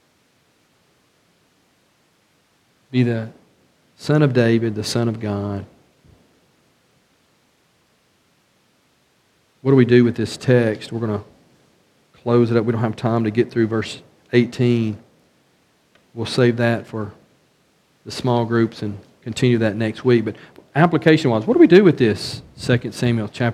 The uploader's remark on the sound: A study of 2nd Samuel from the pulpit of Beaver Baptist in Brighton, Tn.